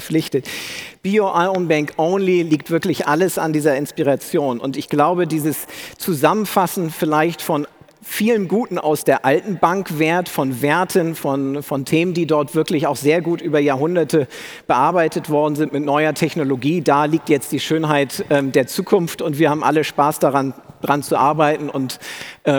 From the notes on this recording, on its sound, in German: Live-Podcast von der Digital Banking Conference 2018 des bitkom